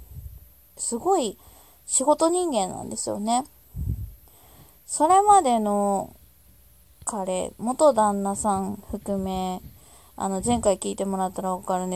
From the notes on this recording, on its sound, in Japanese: ひとり語り。雑音あり。音量注意。